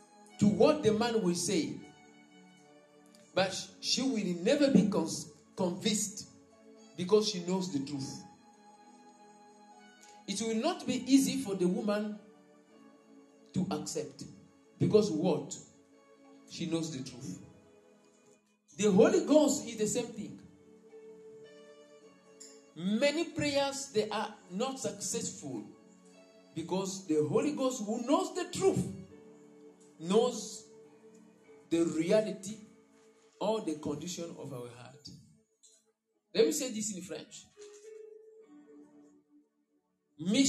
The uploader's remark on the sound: Sunday Live Service